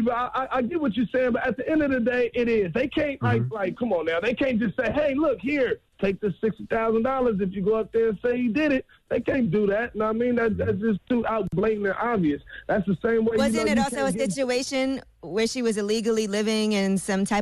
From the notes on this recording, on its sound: We opened up the phone lines to see if our listeners have any stories.